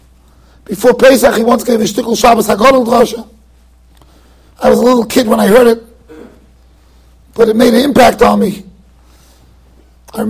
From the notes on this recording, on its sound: Shiur recorded in Yeshivas Ohr Reuven, Monsey NY.